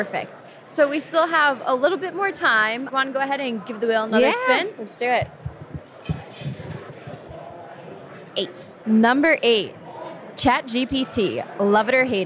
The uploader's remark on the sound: During an interview on the show floor of the 2023 B2B Sales & Marketing Exchange in Boston, Mass.